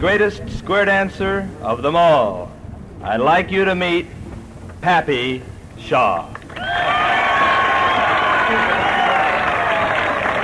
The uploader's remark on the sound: An estimated 15,000 folks danced under a clear sky on the Pacific Ocean with 35,000 spectators to cheer them on. The event was recorded. That reel-to-reel tape has been digitally remastered and is presented here.